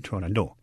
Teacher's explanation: the Persian pronunciation of the name is without the T, so you would say Turandot.